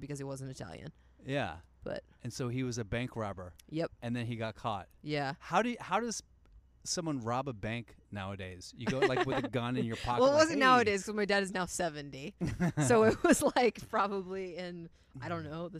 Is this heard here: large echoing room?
no